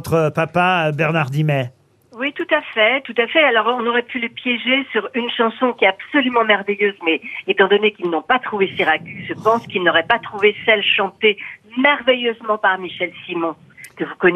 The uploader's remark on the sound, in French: les Grosses Têtes ont eu au téléphone